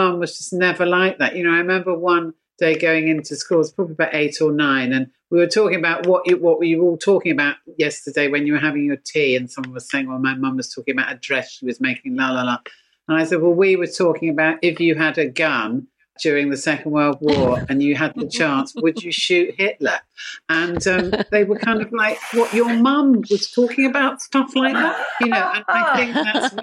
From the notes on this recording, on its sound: Recorded 4 March 2021 via Zoom.